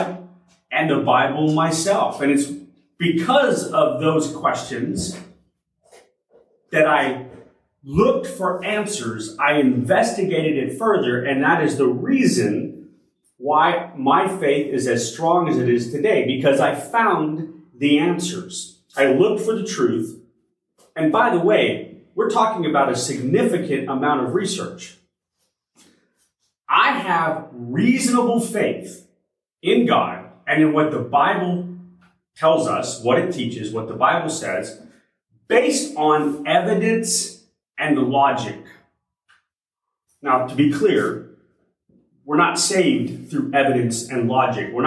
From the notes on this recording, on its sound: Originally delivered on April 16, 2023 at Crossroads Christian Fellowship in San Antonio, TX